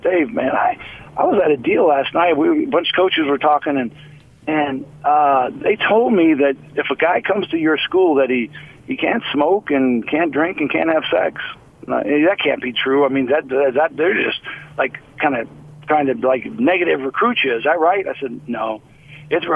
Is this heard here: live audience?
no